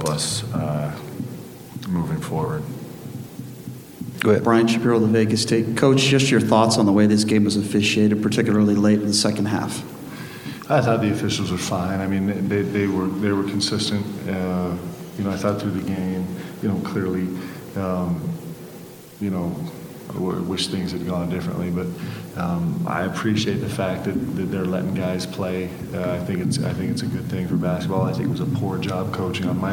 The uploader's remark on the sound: BYU Press Conference. Postgame press conference.